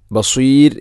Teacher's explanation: ബസീർ എന്നത് മദ് ഇഅറദുൽ സുക്കൂൻ, അതുപോലെ റായിനെ തർഖീഖാണ് ചെയ്യേണ്ടത്.